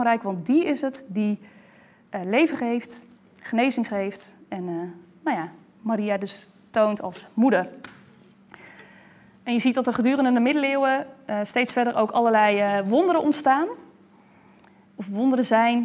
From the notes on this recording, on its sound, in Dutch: Deze opname is een opname van de lezing die op 29 september 2020 is gegeven in Museum Catharijneconvent.